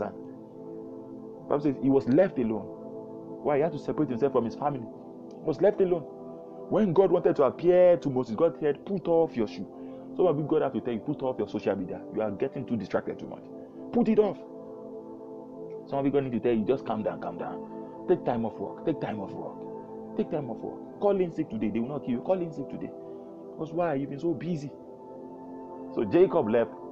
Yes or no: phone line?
no